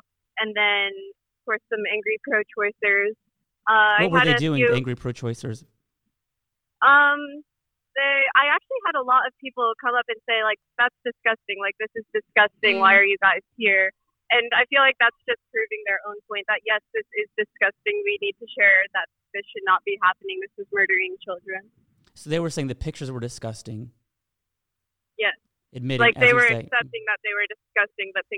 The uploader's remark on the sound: debrief with us by phone